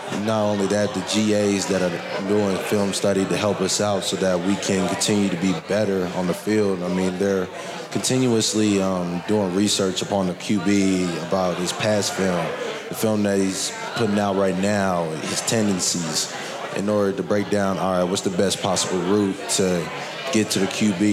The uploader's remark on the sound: Live from HeadFlyer Brewery!